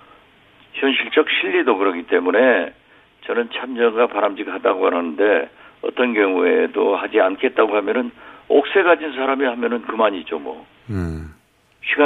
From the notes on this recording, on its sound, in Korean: 전화연결